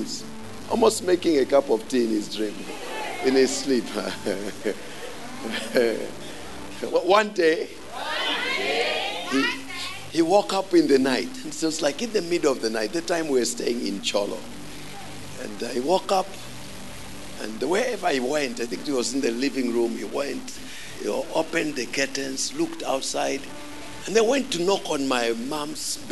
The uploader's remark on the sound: Preached at the Great Escape Sunday at Ignite The Gathering